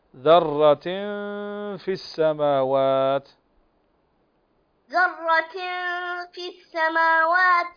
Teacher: التنوين وبعده الفاء والفاء من حروف الإخفاء الحقيقي فتخفي النون عند الفاء